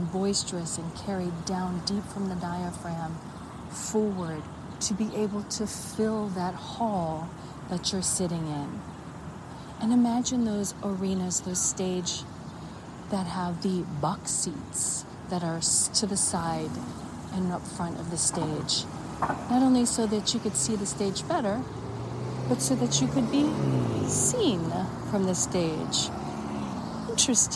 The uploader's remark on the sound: LIVE from Playhouse Square Cleveland, Ohio. At Public Square, Cleveland, Ohio, USA. This is a special on location Walk and Talk of our Mindfulness Summer Tour 2022.